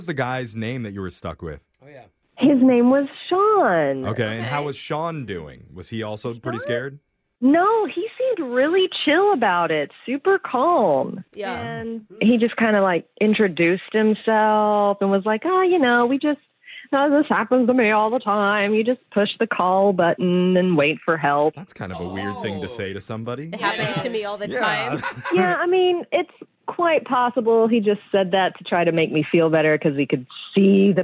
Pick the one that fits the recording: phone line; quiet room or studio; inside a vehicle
phone line